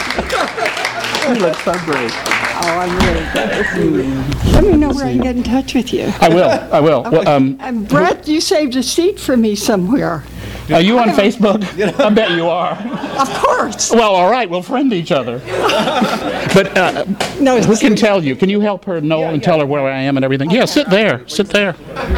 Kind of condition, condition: setting, live audience